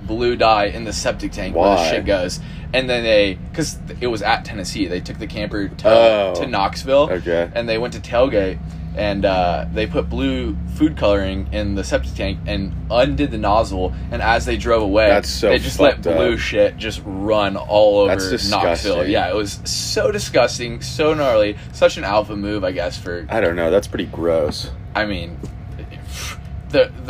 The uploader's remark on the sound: This special edition episode was recorded in a camper at Rednecks with Paychecks. Audio may be a little funky considering...